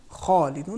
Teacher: ان 8 حرف کے بعد اگر الف ہوں، جیسے خالدون حرف خا حروف استعلاء میں سے ہے، خے کے بعد الف آ گئے ہیں، تو اس کو ہمیں موٹا پڑھنا ہے · Term: تفخیم